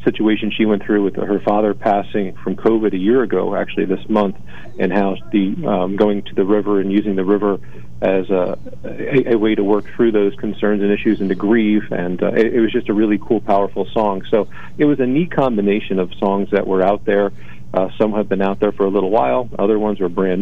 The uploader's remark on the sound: with a live call-in update